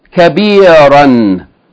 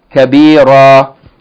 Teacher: kabiran, when stopped or paused upon, would be pronounced kabira · Shown in: second take